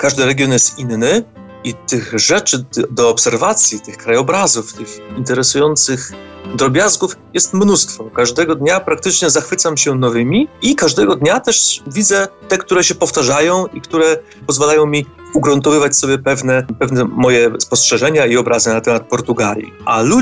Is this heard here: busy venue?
no